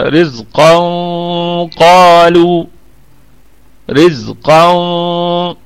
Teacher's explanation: رزقا قالوا، رزقا تفخيم، فخم الغنة لأن الحرف اللي جاي حرف استعلاء · Term: الغنة مفخمة